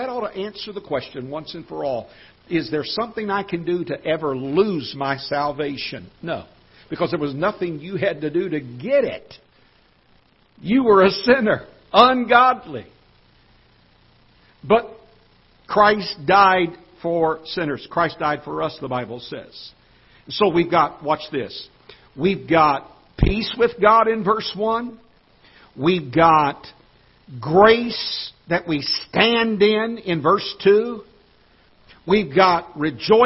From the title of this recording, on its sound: Ketha Heights Baptist Church ~ Live Broadcast